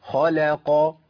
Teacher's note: اللام عندي مرققه، وقعت بين مفخمين